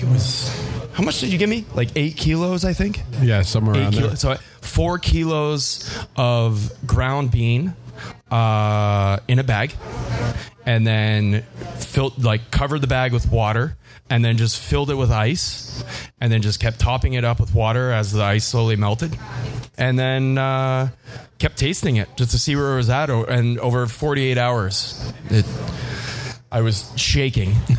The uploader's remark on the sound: Live broadcast from Folly Brewpub in Toronto. This was recorded live downtown Toronto in front of an audience.